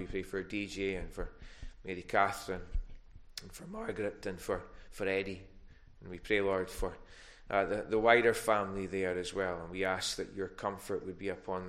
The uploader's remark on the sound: recorded at North Harris Free Church on Sunday morning 14th November 2021